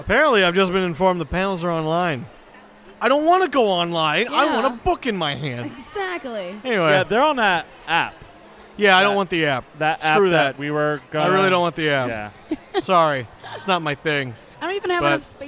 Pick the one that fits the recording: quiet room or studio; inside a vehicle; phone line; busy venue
busy venue